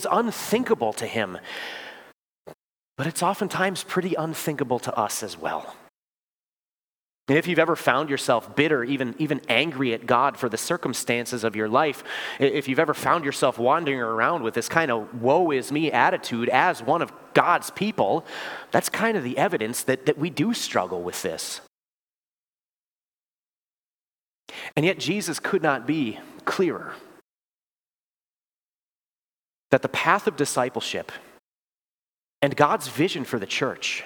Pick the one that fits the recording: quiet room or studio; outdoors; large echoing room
large echoing room